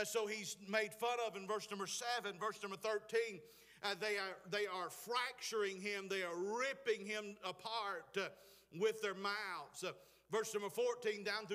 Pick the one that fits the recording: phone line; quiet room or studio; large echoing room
large echoing room